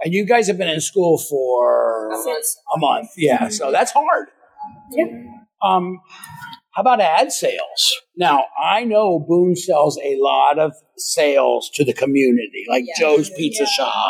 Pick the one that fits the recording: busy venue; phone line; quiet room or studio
busy venue